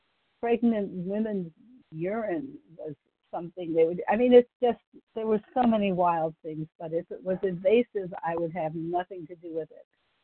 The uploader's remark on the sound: Qualification from the 100 Pounders Phone Meeting.